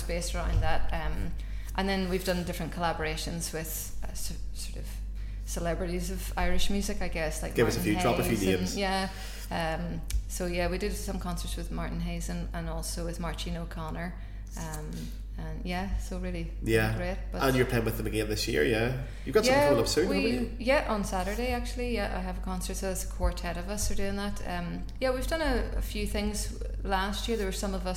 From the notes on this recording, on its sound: In another episode recorded in Belfast's Sunflower Public House.